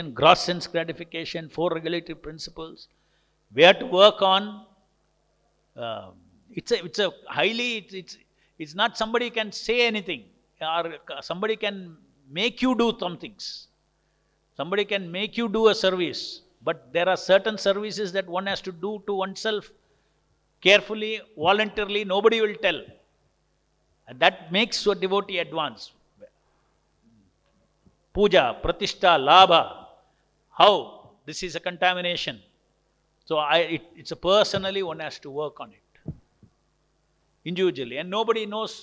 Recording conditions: large echoing room